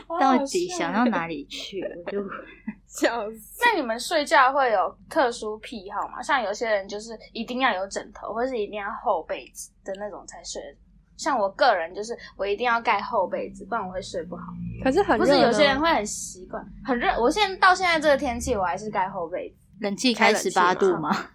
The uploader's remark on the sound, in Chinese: 音質抱歉了快要可以見面錄音了嗚嗚。